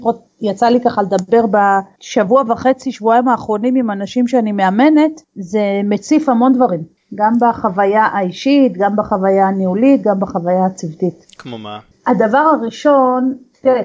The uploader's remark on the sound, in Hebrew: הקלטנו פרק (מרחוק כמובן )